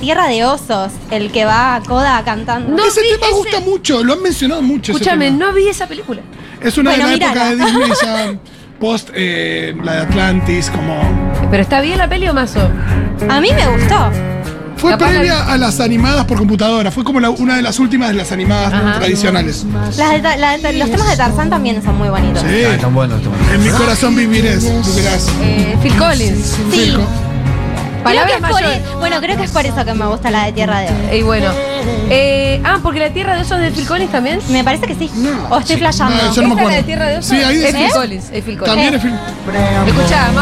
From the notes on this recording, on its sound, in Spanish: … en vivo en Yunta Bar